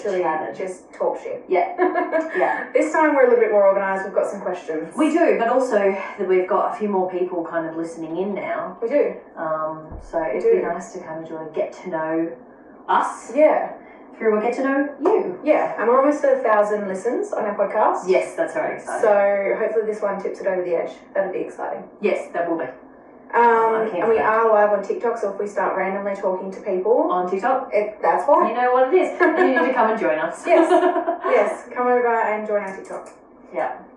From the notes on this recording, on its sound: Sorry about the echo, its super annoying however i have fixed the issues.